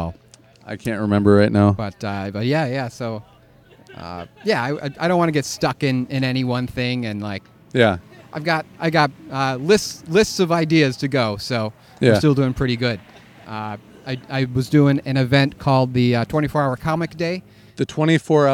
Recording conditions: outdoors